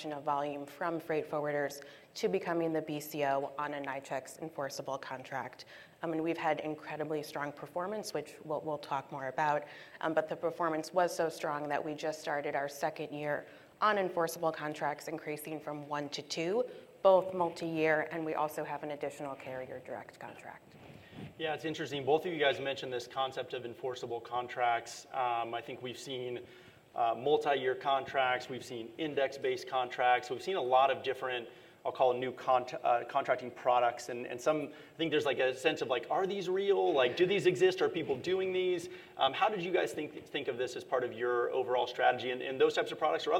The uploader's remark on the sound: NRF 2022 Panel Session